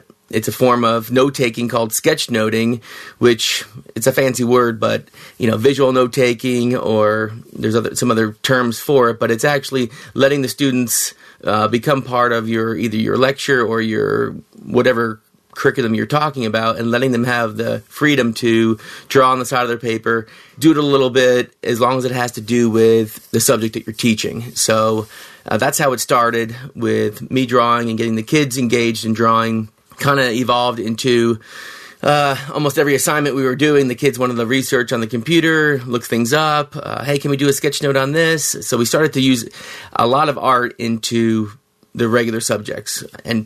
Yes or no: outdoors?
no